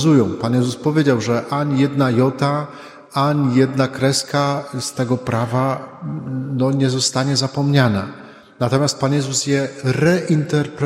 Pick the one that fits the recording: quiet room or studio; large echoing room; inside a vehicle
large echoing room